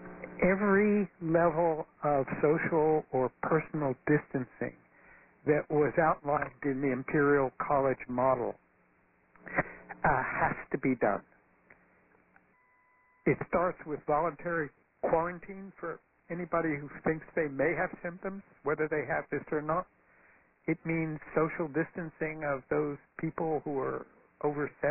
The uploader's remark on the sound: Press Conference. This call was recorded at 2:30 pm Eastern Time on Thursday, March 19.